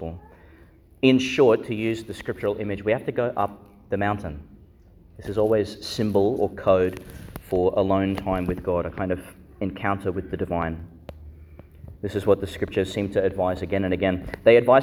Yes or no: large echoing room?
yes